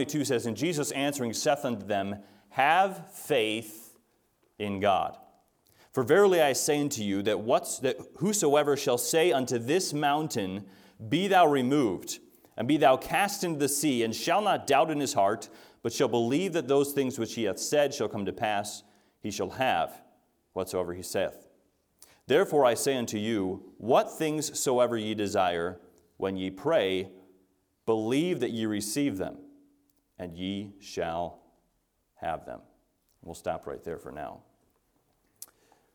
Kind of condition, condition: setting, large echoing room